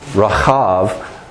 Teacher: And this is once again where we get that idea, Rahav, that's spelled with a V, just to give you a small Hebrew lesson based on the Vav of the last class, so I'm going to continue for that for a minute. It's a B that is on the end of that word, but it's going to have a V sound. And that's where most of our V sounds come in Hebrew, is from the Beit, depending on where it's put in the word.